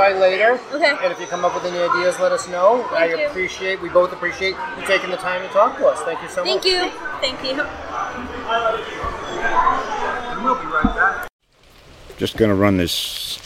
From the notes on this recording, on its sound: record LIVE from the first-ever Boston Kids Comics Fest, held April 28, 2018, in Boston's Jamaica Plain neighborhood.